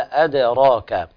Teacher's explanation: في قوله تعالى أدراك، هنا طبعا تفخيم الدال يقلبها إلى ضاد، وطبعا هذا لابد من التنبيه عليه، أدراك القلقلة مع تقريبها إلى الفتح